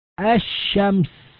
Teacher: اللام أدغمت في الشين وذلك لقرب المخرج · Term: إدغام